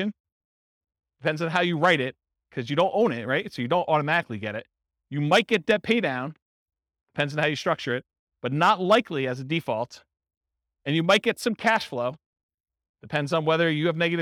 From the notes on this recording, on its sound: This was a live class recorded